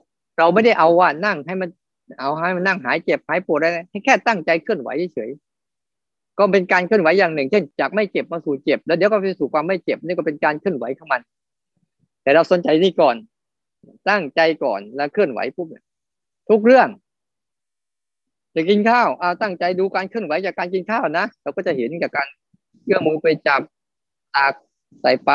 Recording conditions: video call